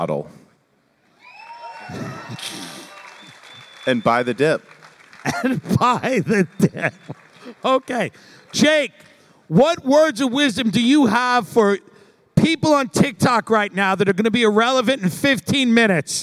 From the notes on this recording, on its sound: Live from the Bitcoin Conference in Miami. They handle a few hecklers.